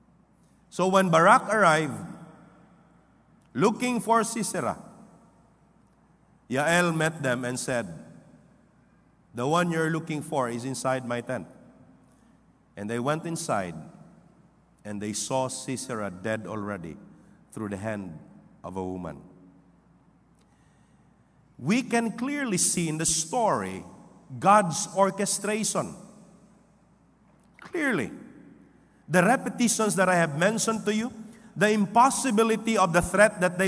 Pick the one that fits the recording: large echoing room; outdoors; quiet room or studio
large echoing room